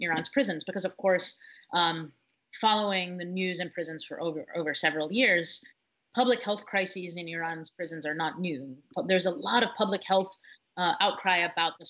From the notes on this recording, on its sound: We will be speaking with our guests, one or several at a time, via Skype, and will try to have brief, informative, and non-draining calls within 20-30 minutes.